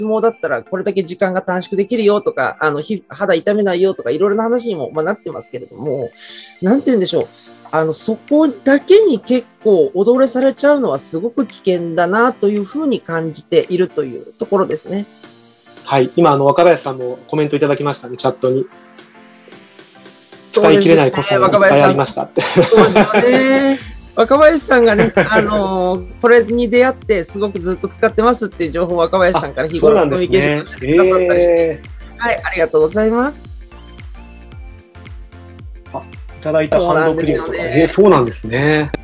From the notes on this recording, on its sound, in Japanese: こちらの配信は2022年4月にLinkd In上で行われたライブイベント企画での収録となります。